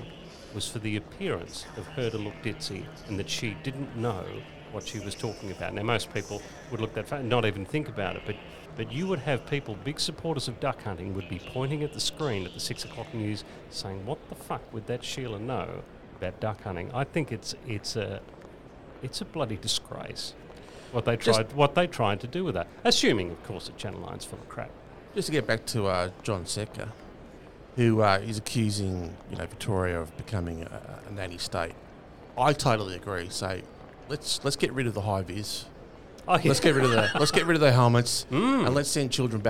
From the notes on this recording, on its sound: live from the Chairman’s Lounge the best duck hunting location in Victoria — Cape Conran Coastal Park